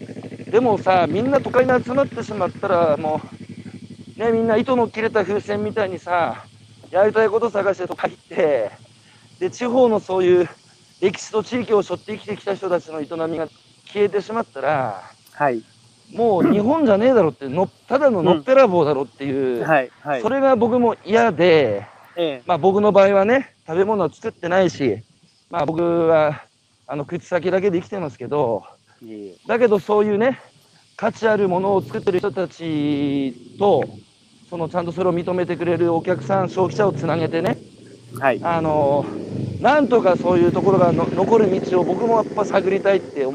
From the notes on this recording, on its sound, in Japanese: 八代海に浮かぶ、鹿児島県最北端の小さな島「獅子島」。歩きながら1時間、対談する。